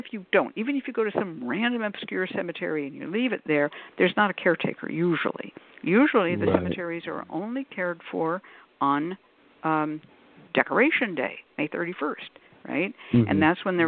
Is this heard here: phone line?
yes